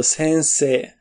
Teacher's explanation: Einmal das N ist so nasal, dass es fast schon äh, nicht mehr ausgesprochen wird.